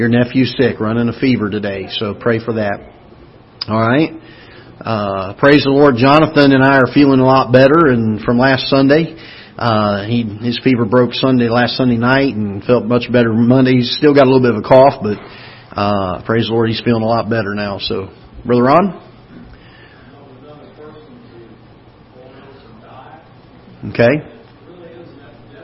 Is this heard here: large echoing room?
yes